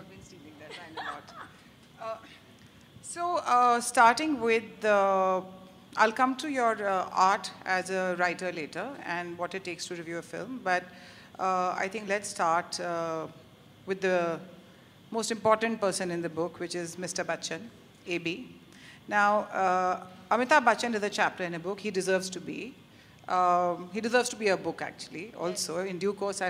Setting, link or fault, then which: setting, live audience